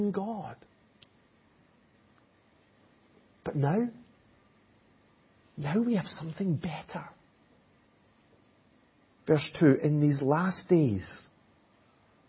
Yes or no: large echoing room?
yes